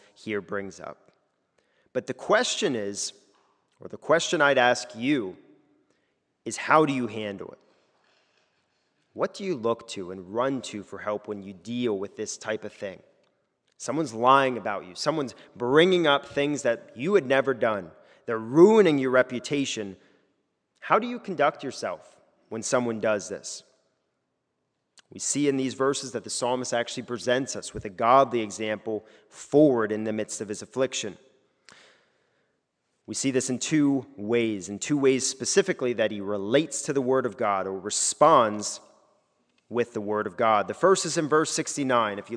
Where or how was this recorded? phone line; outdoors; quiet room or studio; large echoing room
large echoing room